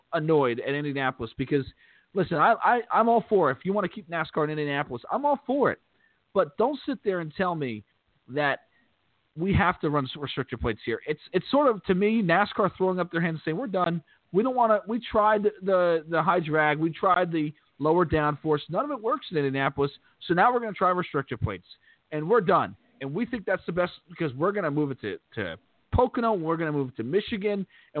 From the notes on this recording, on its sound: We'll also take phone calls from the fans